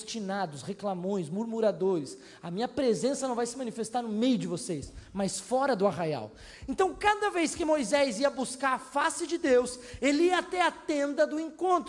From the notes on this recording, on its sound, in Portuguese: Em nosso Culto de Celebração. Na Igreja ABA Blumenau (Transmitido ao vivo).